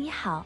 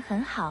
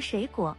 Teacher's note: 两个第三声的字连在一起时，第一个字通常要读成接近第二声 · Term: 第三声连读